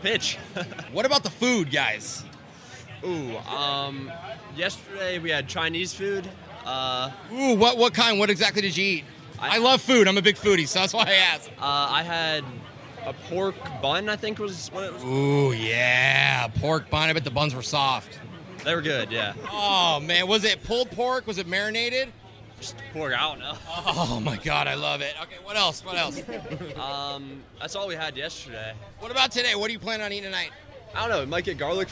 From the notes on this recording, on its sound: Whatcha Doin' at the MLB All Star Game? Stayed right outside to interview the fans!